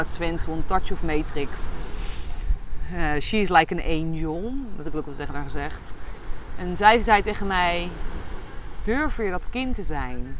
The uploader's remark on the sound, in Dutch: opgenomen op het strand in Koh Phangan Thailand